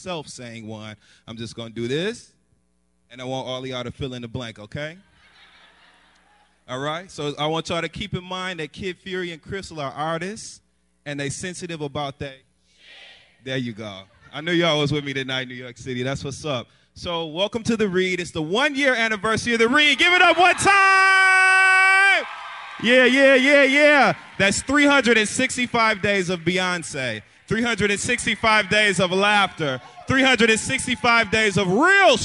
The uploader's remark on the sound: a live show from New York City